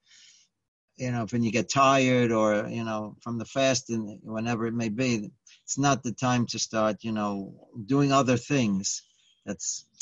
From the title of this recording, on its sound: Live On Zoom